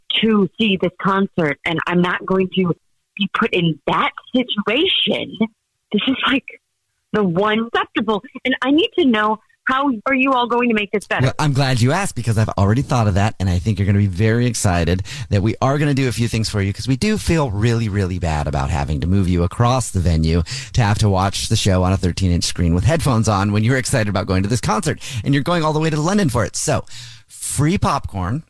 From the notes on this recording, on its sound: set-up a friend or family member to wake up with The Jubal Show, phone prank style